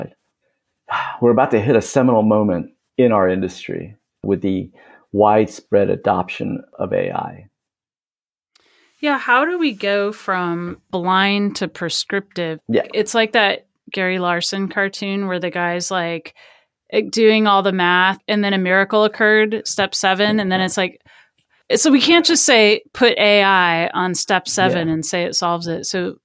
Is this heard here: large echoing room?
no